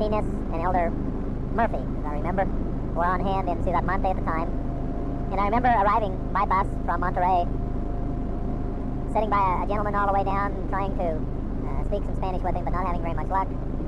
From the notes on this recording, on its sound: Driving to work. Poor audio quality.